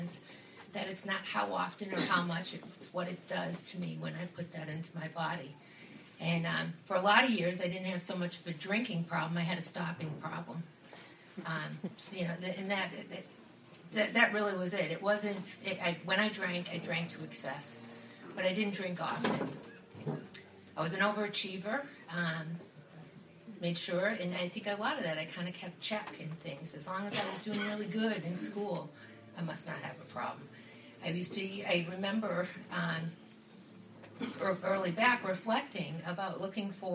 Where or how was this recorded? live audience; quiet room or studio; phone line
live audience